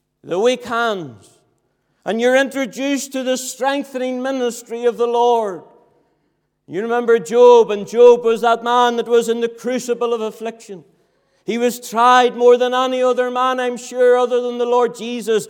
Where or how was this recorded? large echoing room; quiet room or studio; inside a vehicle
large echoing room